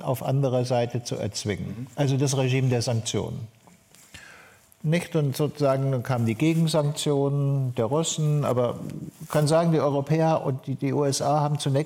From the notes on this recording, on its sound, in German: im Berliner Renaissance-Theater aufgenommene Buchvorstellung